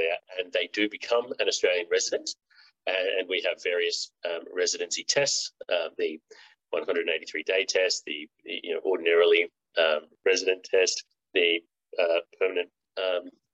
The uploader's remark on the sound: (LIVESTREAM). For those joining us on Zoom.